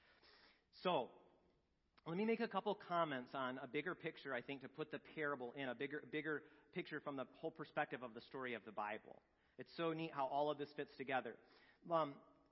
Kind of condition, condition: setting, large echoing room